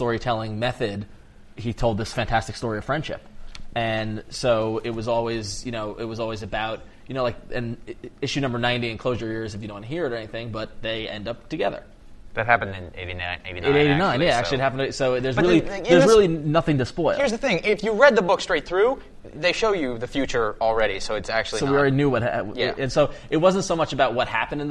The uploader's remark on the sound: We're LIVE from Heroes Con in Charlotte, NC